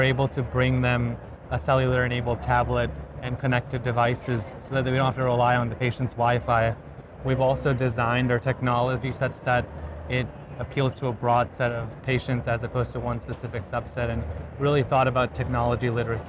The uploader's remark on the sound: An Interview in Action live from HIMSS 2023.